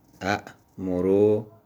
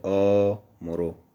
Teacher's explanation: اگر حرکت همزه قبلش فتح است، همزه دوم تبدیل میشه به الف · Shown in: second take · مثل ا مرو که میشه آ مرو.